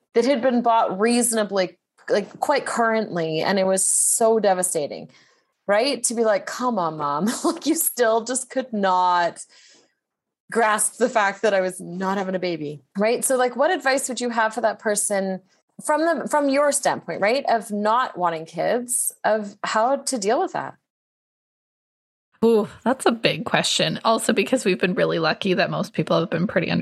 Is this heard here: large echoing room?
no